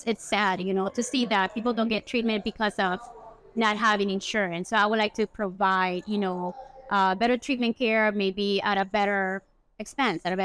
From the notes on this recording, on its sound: live from the Chicago Midwinter Show